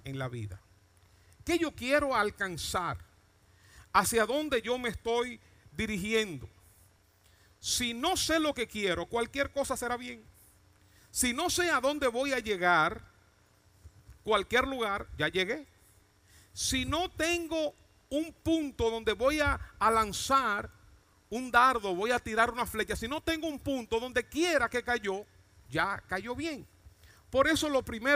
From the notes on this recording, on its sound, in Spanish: Mensaje grabado en Iglesia Cristiana de Santo Domingo, República Dominicana.